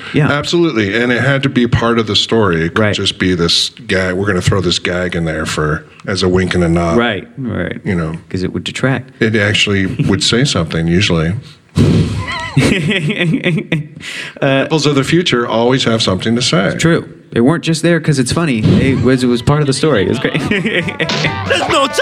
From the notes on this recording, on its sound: A live audience at the EW Popfest.